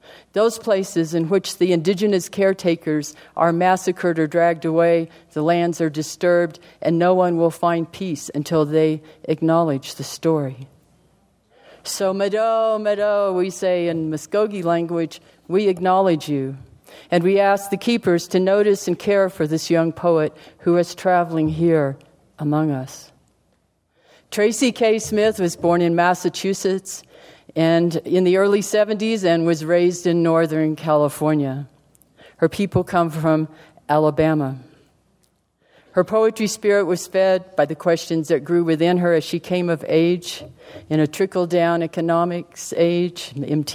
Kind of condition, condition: setting, large echoing room